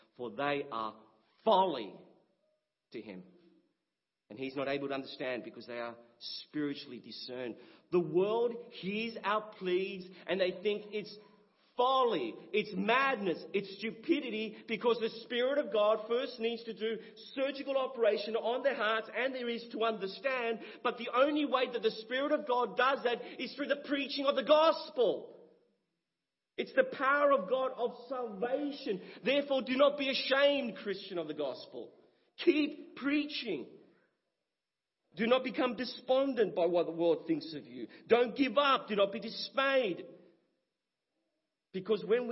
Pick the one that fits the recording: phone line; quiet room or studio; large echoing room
large echoing room